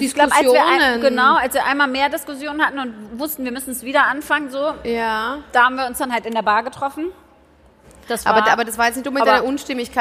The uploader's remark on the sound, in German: In Berlin stattfand – und genau dort entstand auch die erste Live-Folge unseres heart2heart-Podcasts. Live auf der Bühne haben wir vor großem Publikum.